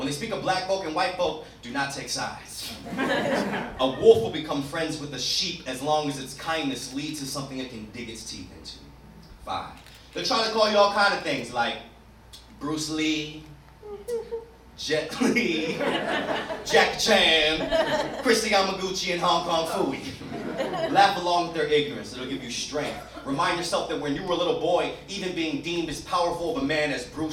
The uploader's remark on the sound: performs live at Storyfort 2017.